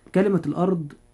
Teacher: الراء فيها مفخمة لأنها ساكنة وما قبلها مفتوح.